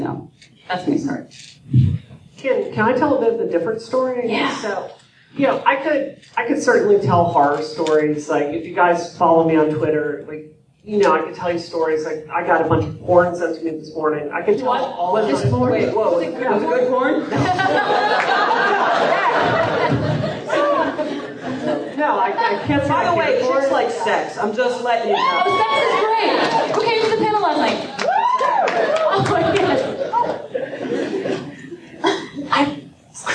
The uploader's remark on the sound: The F-Word panel at PAX Prime 2014.